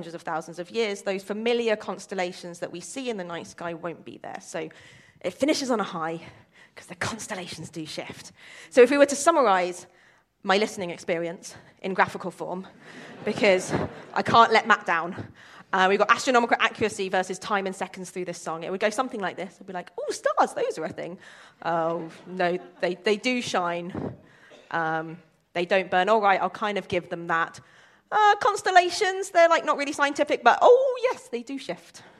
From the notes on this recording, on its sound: the final installment of their live shows, performed at London’s Bloomsbury Theatre